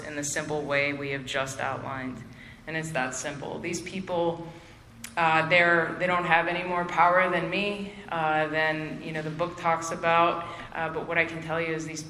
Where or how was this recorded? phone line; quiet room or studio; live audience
live audience